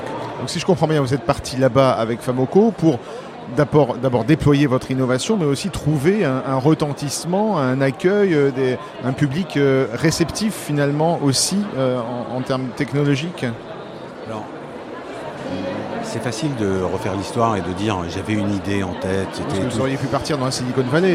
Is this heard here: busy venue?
yes